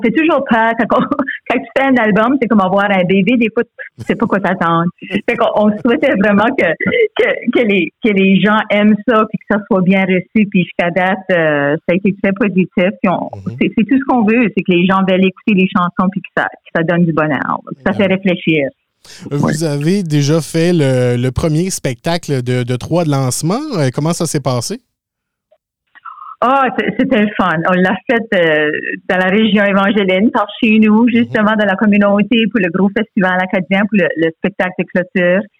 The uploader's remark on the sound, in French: Par téléphone les deux membres de la formation.